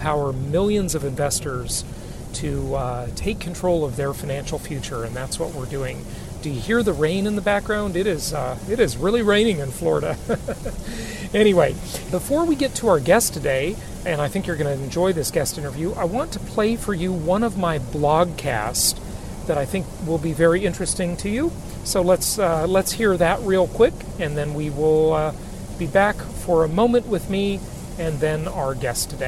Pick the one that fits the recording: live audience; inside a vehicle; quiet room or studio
inside a vehicle